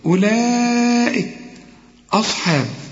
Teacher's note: مد وهمزة في كلمة واحدة، يبقى هنا لازم تمد أربع حركات